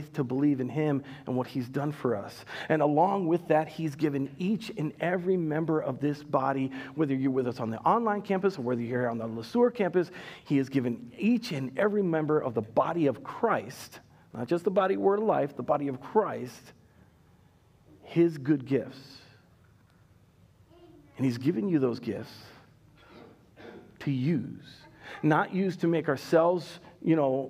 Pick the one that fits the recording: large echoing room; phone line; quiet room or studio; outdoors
large echoing room